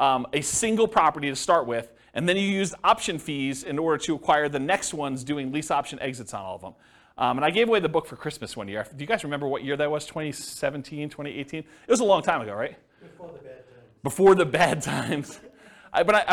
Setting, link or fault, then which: setting, live audience